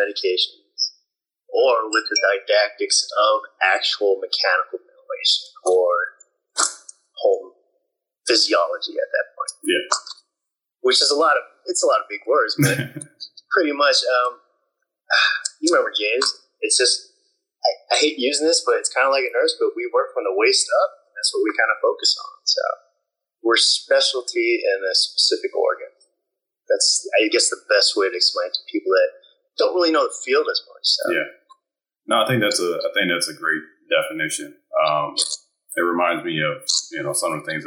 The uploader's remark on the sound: We're streaming from Instagram Live